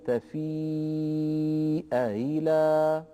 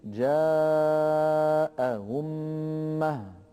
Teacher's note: صورتان. مثال الأول قوله تعالى تفيء إلى ومثال المضمومة جاء أمة وقلنا بأن ورشا يسهل الهمزة الثانية من ذلك فيقول تفيء إلى والأولى تكون محققة والمثال الثاني يقول فيه جاء